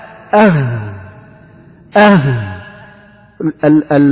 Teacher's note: أقصى الحلق أي مما يلي الصدر ويخرج منه الهمزة والهاء